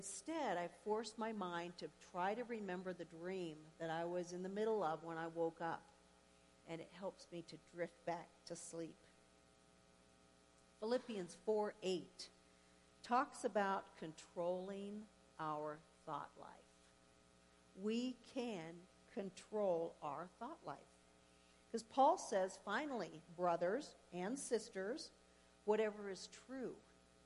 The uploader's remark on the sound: Woodland Life Church Live - 2022/06/26 - Audio